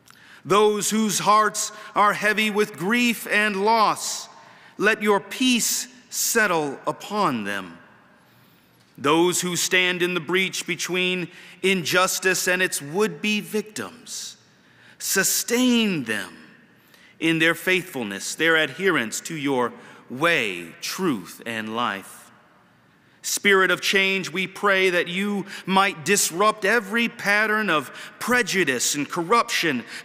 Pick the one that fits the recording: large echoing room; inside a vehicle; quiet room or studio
large echoing room